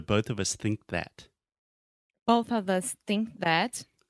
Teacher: Yeah, that combination with think that, it's really hard because you have think and you have to make the k sound and then that immediately after